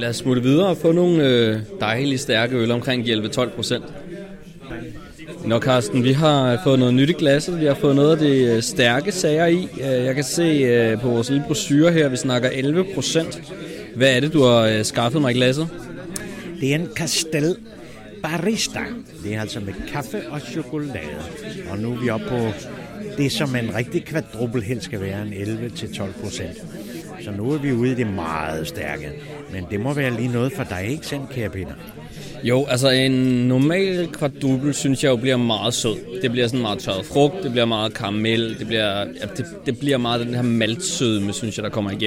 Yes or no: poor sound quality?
no